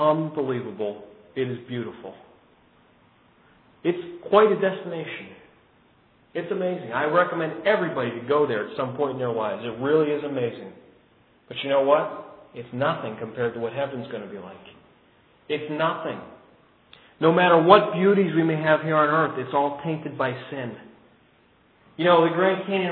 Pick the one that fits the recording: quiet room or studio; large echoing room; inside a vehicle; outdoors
large echoing room